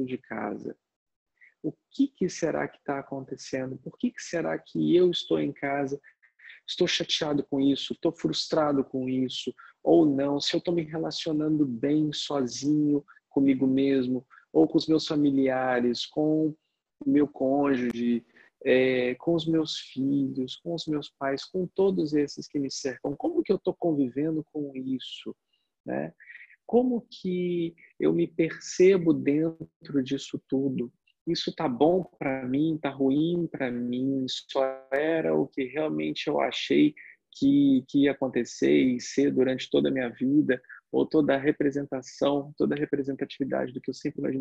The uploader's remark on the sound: Online via Zoom (bit.ly/zoomsangha).